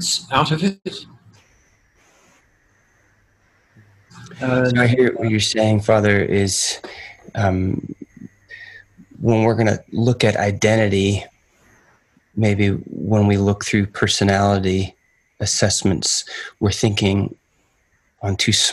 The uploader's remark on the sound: Two questions from Invitation Podcast listeners who joined in to our zoom conversation.